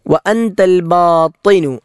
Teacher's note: ത എന്നത് നാവ് പല്ലിൻ്റെ മുകൾ ഭാഗത്ത് വെച്ച് വായ നിറച്ചു ഉച്ചരിക്കേണ്ട അക്ഷരമാണ്. ത എന്ന് ചുണ്ട് പരത്തി ഉച്ചരിക്കുന്ന അക്ഷരമുണ്ട്.